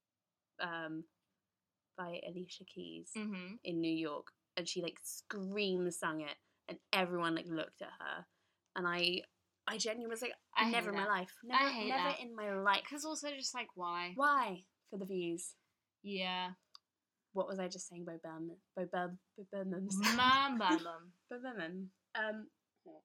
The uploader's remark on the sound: Sorry for the audio quality!